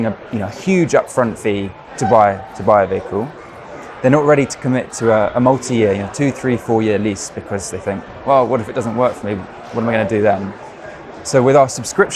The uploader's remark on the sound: we're on the road at the British motor show